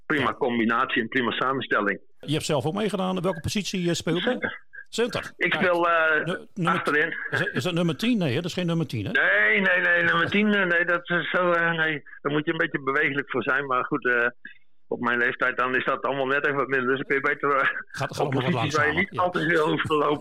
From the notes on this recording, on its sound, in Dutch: Een telefonisch gesprek